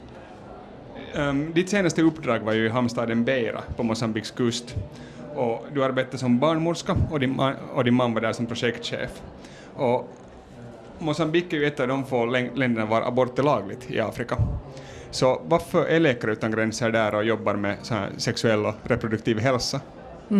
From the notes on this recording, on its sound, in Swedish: I det här poddavsnittet, som är bandat live på bokmässan i Göteborg.